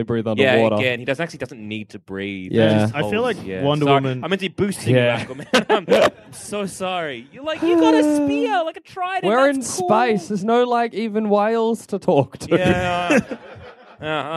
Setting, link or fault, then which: setting, busy venue